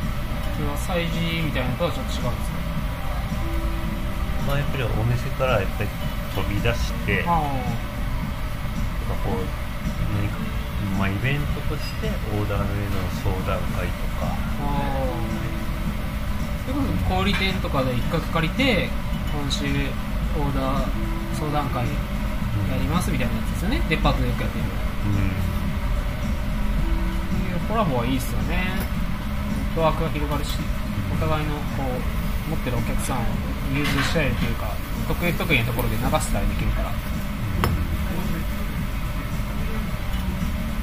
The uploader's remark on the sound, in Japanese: 飲食店での打ち上げトークのためノイズ多めでお送りしています。